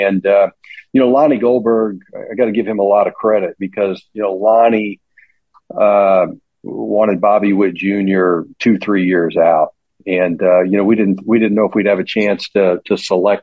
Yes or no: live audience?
no